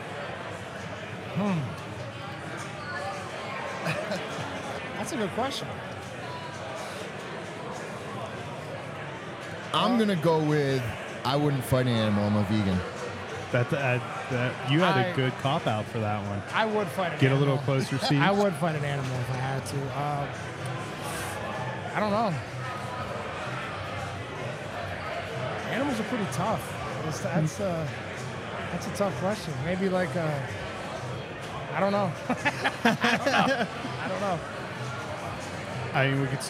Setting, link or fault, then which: setting, busy venue